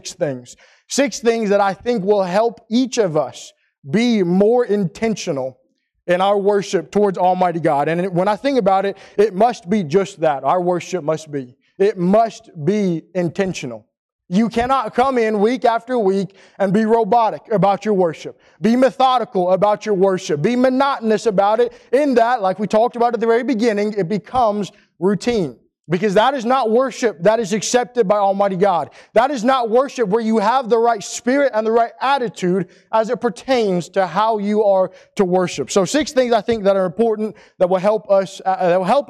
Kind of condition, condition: setting, large echoing room